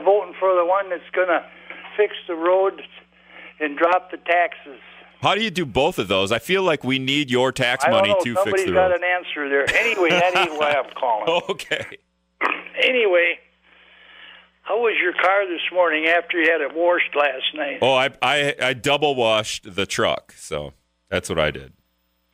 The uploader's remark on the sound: When the mayor and fire chief call in to set someone straight. After a listener calls in with some misinformation.